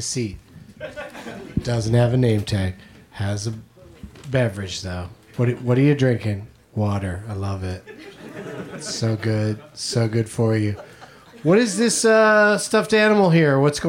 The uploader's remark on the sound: Live from the UCB Franklin Theatre